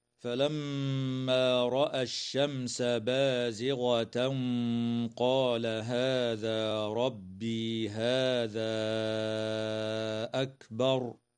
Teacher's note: الميم المشددة في كلمة فلما حكمها الغنة، والميم الساكنة في كلمة الشمس حكمها الإظهار الشفوي لوقوع السين بعدها، والتنوين في قوله تعالى بازغة قال حكمه الإخفاء مع الغنة مفخمة · والألف قبل الهمزة من قوله تعالى هذا أكبر تمد بمقدار 4 أو 5 حركات من قبيل المد المنفصل